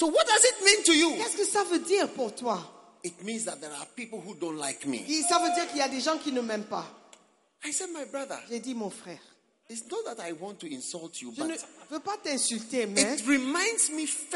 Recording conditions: live audience